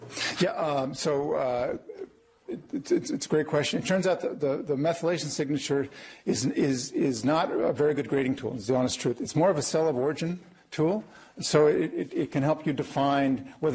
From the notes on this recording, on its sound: Norris Cotton Cancer Center Grand Rounds presented on March 27, 2018